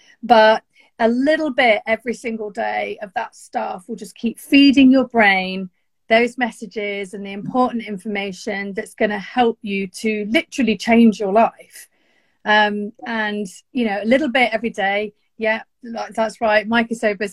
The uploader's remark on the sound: This is a bonus episode that was recently recorded on Instagram.